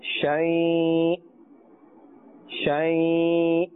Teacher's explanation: Since we are ending with the hamza and it has a kasratain, then a slight jerking sound must be made.